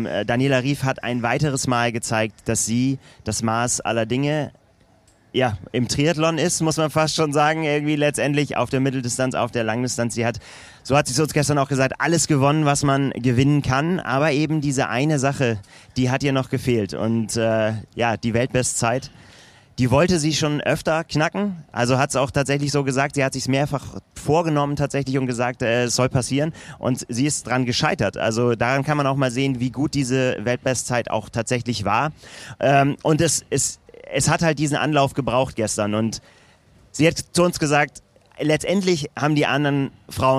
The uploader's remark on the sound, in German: live aus der Anmeldeschlange